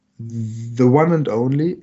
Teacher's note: Bei the one and only ist one eher nicht wie ein Vokal ausgesprochen, sondern eher wie ein W.